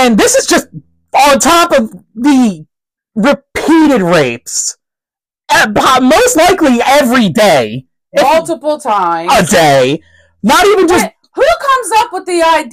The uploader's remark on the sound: We apologize for the audio quality, we are very loud individuals who aren’t used to using mics.